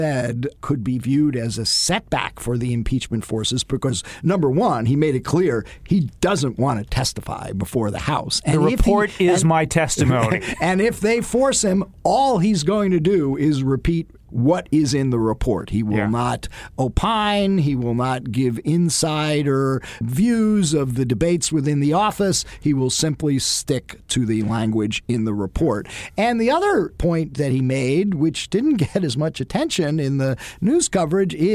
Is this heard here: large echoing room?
no